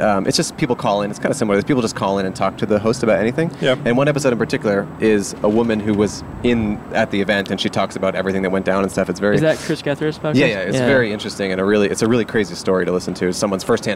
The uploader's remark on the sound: Recorded on a pedestrian bridge overlooking The Strip in Las Vegas, Nevada.